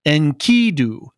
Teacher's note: Enkidu, with the emphasis on the second syllable